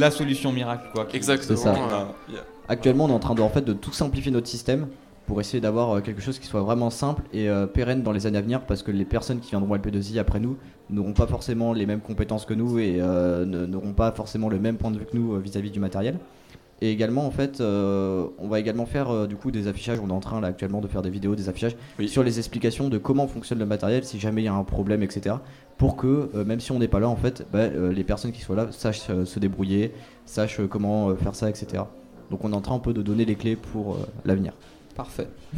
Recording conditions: busy venue